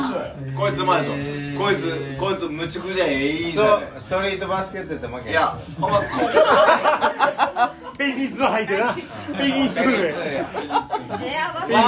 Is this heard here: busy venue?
yes